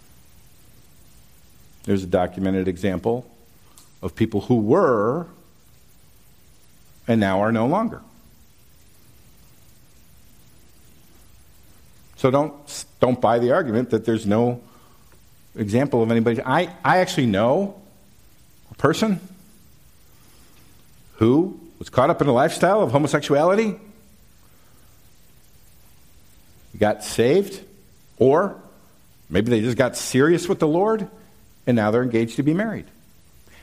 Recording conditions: large echoing room